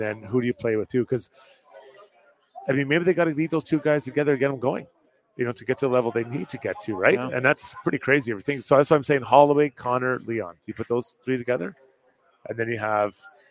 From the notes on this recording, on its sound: the show is presented live from Longshotz Indoor Golf & Sports Bar